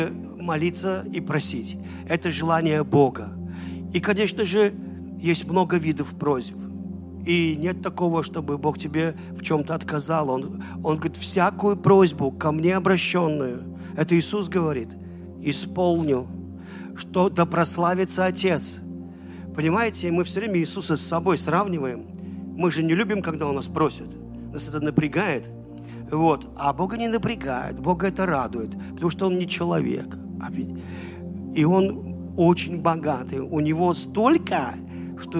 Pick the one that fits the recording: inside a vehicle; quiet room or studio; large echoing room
large echoing room